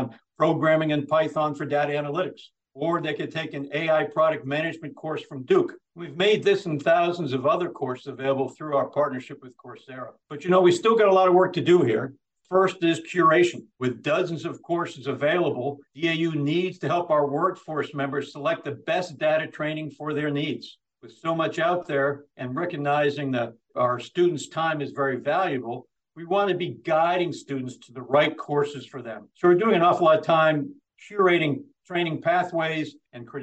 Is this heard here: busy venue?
no